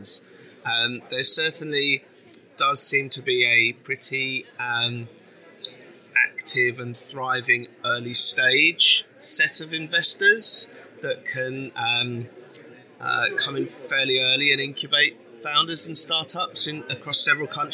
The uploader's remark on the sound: During two days of workshops, fireside chats and talks, we grabbed 14 leaders and founders to share their views on the sector, and tell us why they were there. Enjoy the selection from the conference floor!